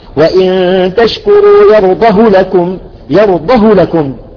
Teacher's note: هاء الضمير قبل حرف متحرك الضاد وبعد حرف متحرك اللام، ايه هنا لا نمد. شوفوا، ما حاطين واو صغيرة انه علامة المد. · Term: اختلاس